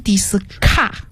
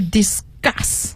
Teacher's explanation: 它 s 后面要发那个浊化的 g。嗯，对了，g 的音，因为它是在 s 轻辅音后面的重读音节 · Shown in: second take · ，它还要重读啊，discuss。好，那么今天的听力生词预习我们先到这儿，那接下来我们赶紧来听您看今天的雅思听力真题素材。